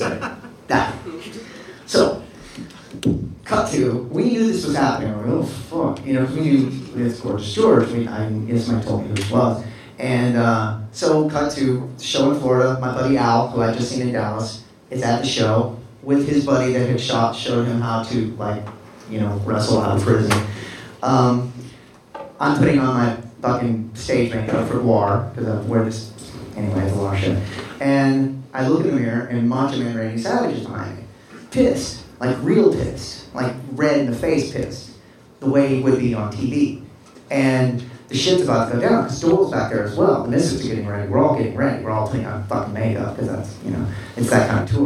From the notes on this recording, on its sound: TURNED OUT A PUNK LIVE AT 77' FEST. LIVE IN MONTREAL FOR 77' FEST!